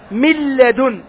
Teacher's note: من الميم إلى اللام، ما هناك نون. لهذا سمي بغير غنة، لأنها ما تبقى صفة النون، لأننا نحن في أحكام النون السكنة والتنوين.